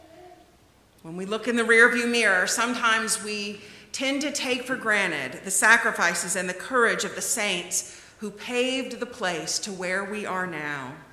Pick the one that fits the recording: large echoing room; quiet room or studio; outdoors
large echoing room